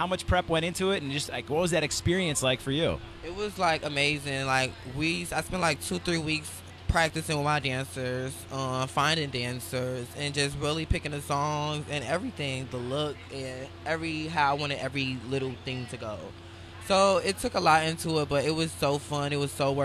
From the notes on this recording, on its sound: The Mix is live backstage at Lollapalooza 2023!